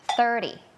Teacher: การออกเสียงth เนี่ยนะคะเป็นปัญหาแบบระดับชาติเลยทีเดียวเชียวเฮ้ยมันก็ไม่ใช่ดอเด็กแล้วมันก็ไม่ใช่ทอทงด้วยเสียงth เนี่ยแล้วมันยังมี2เสียงที่แตกต่างกันอีกร้องไห้ทีนี้ thเนี่ยมันมี2เสียงด้วยกันนะคะเสียงแรกค่ะ เป็นเสียงแบบ unvoicedคือออกมาแค่ลมเราเอาลิ้นเนี่ยมาวางตรงกลางระหว่างฟันบนกับฟันล่าง